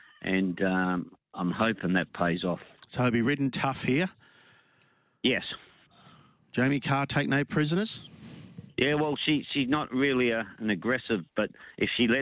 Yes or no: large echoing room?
no